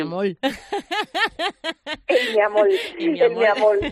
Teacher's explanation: uno muy típico de las islas del Caribe, que es la rotación de las consonantes líquidas, el cambiar la R por la L